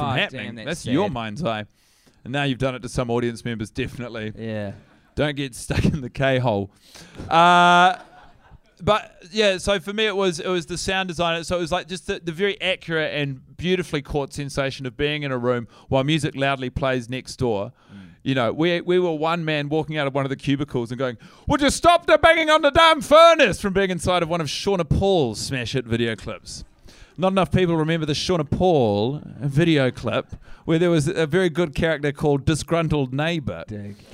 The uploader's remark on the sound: Live in SYDNEY, AUSTRALIA! In front of a sold out crowd.